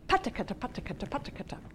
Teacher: it actually purposely moves the sound in your mouth from the front to the back and the front and the back. · Term: aspirate form